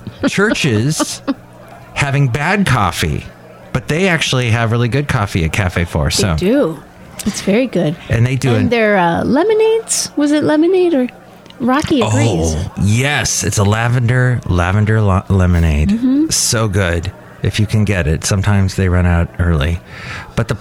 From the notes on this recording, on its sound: Podcasts live from Café Anyway.